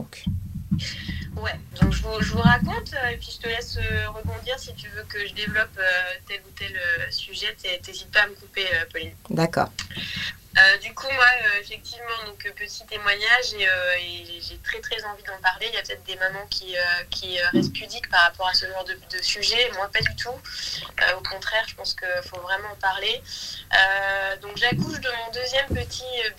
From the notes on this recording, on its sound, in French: En studio, par téléphone et vocal enregistré. Techniquement compliqué. Cette production home-made manque de moyen technique et financier, excusez nous d'avance pour la piètre qualité du son !